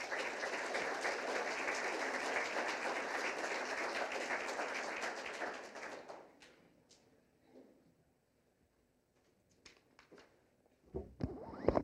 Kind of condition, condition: setting, large echoing room